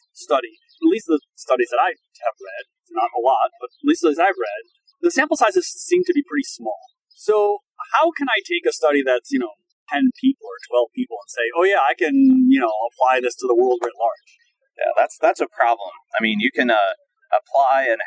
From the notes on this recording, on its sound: Recorded along the lovely Boston Harbor (enjoy the outdoor sounds)